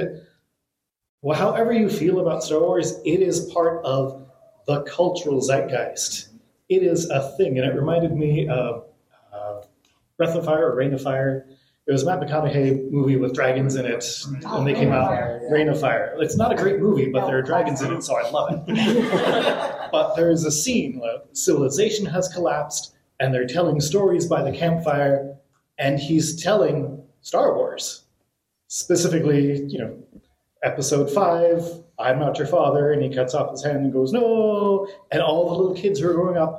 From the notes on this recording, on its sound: This panel discussion was pre-recorded at the FanX Salt Lake Comic & Pop Culture Convention.